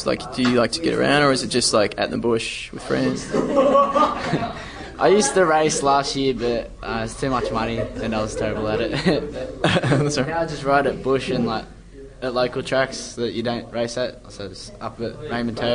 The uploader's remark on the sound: This is our last live school session for the term